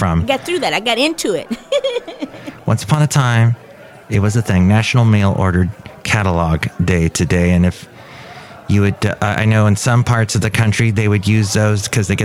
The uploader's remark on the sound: podcasts live from Café Anyway